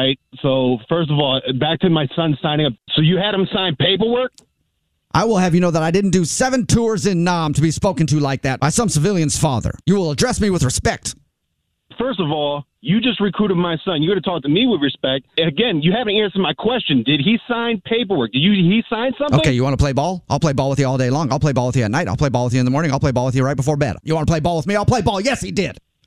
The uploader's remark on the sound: Phone Prank